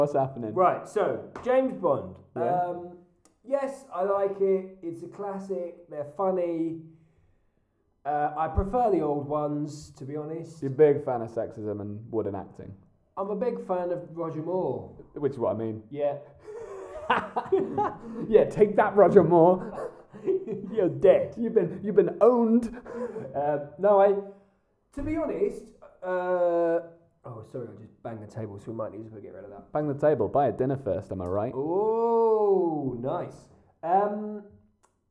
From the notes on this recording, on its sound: The sound quality is poor